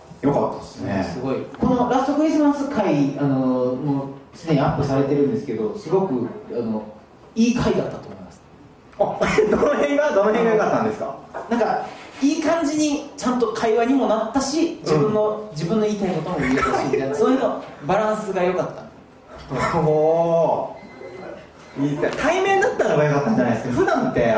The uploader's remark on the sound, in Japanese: 心斎橋イーエで開催されたイベント「バーニンクリスマス2023」の音声です